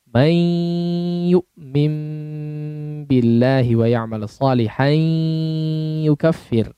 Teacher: Ada idgham bi gunnah di situ